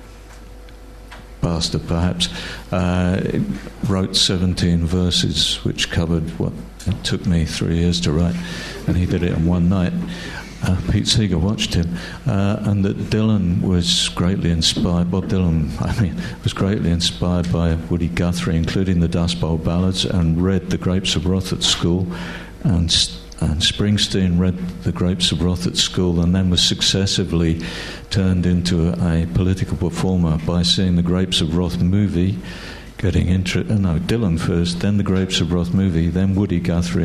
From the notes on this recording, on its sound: This event forms part of LSE Space for Thought Literary Festival 2014, taking place from Monday 24 February - Saturday 1 March 2014